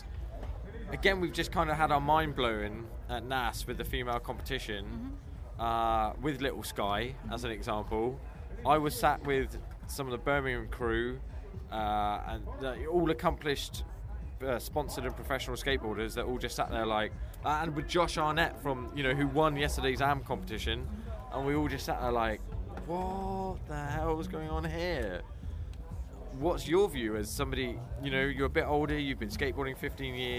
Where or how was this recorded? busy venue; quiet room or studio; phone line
busy venue